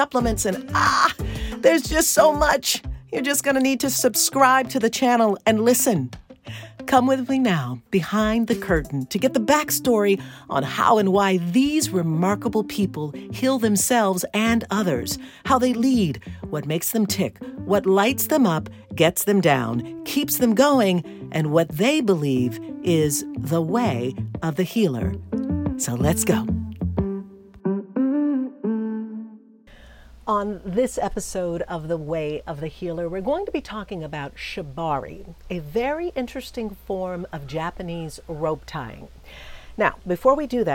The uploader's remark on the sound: No, I'm not recording from my usual spot - I'm amidst the serene beauty of a North Carolina lake, as part of my exhilarating Summer Freedom Tour 2023